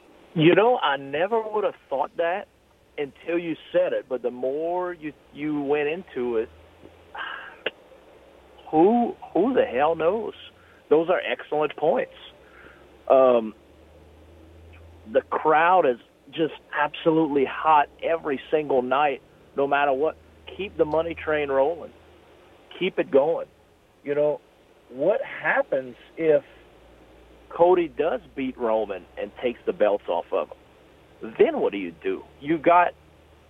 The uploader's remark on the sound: We go to the phone lines